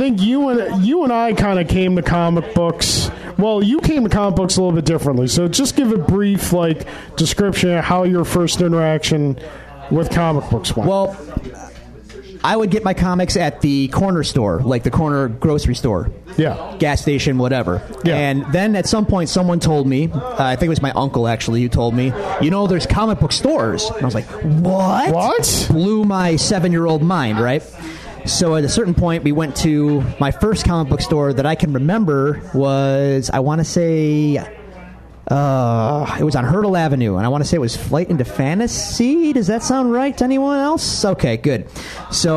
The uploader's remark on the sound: Live at Iron Buffalo.